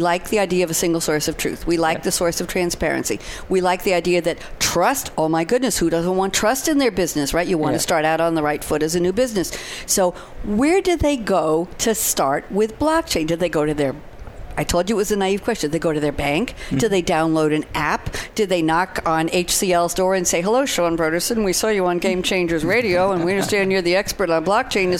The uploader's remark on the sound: live at SAPPHIRE NOW 2017!